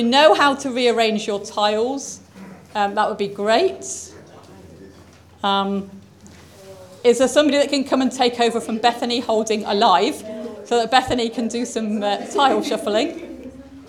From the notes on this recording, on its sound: Audio podcast of all-age Easter morning service, led by the Minister.